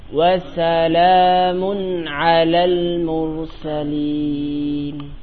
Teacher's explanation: yang wasalamun panjangnya 2 harokat aja